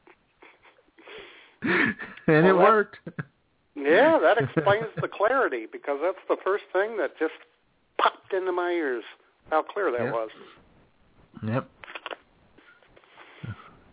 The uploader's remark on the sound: your phone calls on this week’s IWS Radio Show